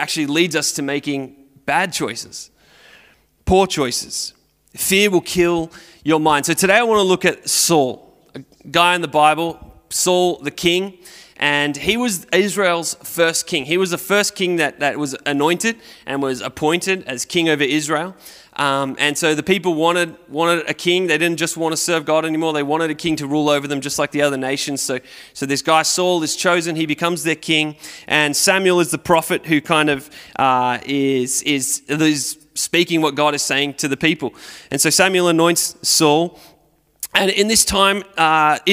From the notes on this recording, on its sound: Recorded at Restore Church on September 12th, 2021